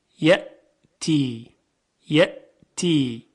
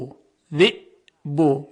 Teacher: صدای همزه صدایی است با شدت و تیز